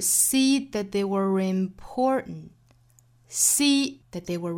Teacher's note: 我们把重心放在 see 和后面的 poor 这两个音节上面，所以读起来呢是 see that they were important, see that they were